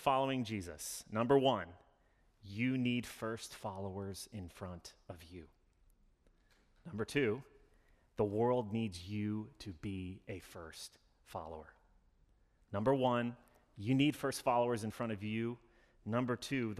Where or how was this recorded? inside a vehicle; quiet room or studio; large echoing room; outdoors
large echoing room